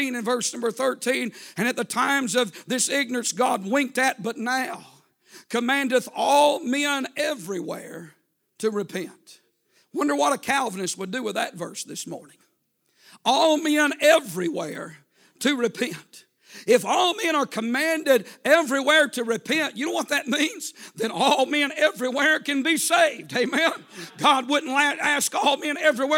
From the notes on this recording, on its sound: A sermon preached Sunday Morning